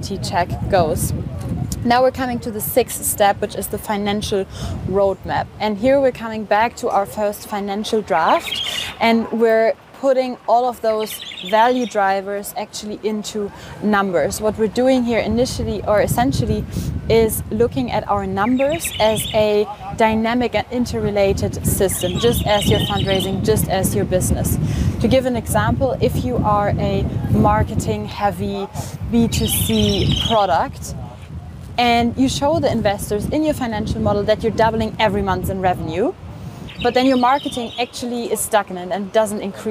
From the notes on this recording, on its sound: This interview was recorded outside of the EU Startups Summit 2023 on April 20th in Barcelona.